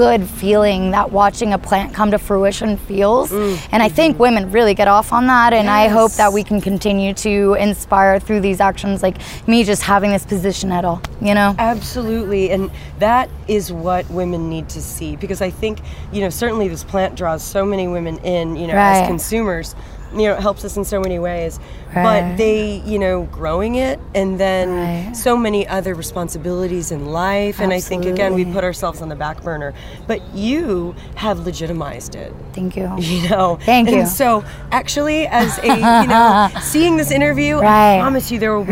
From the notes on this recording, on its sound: Episode recorded on location at the San Marcos River